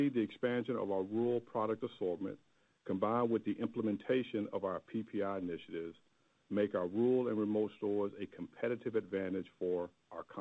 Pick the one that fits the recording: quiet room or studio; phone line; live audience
phone line